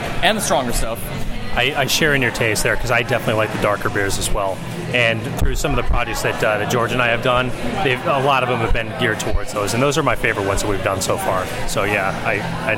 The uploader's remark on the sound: Live From 2016 Brew Up Some Memories Event